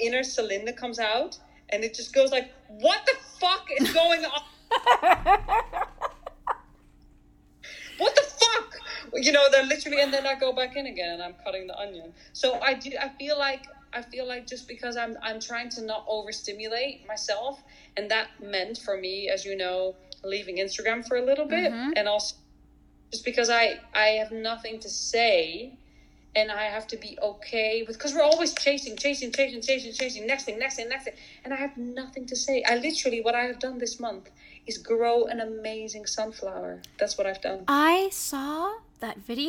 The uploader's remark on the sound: From London to NYC, this episode marks the first podcast over FaceTime, so sorry for any audio imperfections.